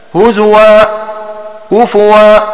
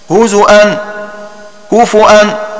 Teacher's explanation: وإذا وصل حقق الهمزة. وحفص يبدل الهمزة واوا وقفا ووصلا · Shown in: first take